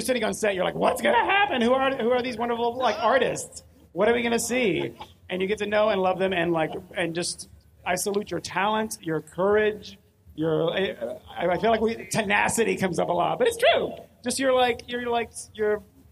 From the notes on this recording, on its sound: This week it’s an extra-special LIVE recording of the The Official RuPaul's Drag Race Podcast, recorded onstage at RuPaul’s DragCon in L.A.